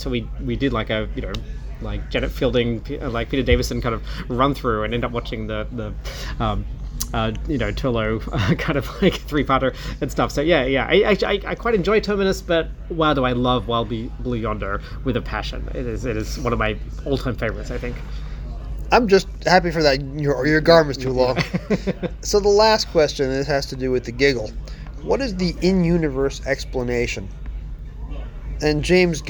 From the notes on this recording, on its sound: Live from Los Angeles. Sunday morning at Gallifrey One. Live interviews recorded at the con.